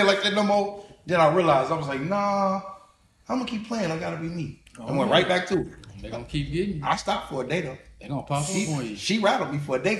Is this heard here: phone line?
no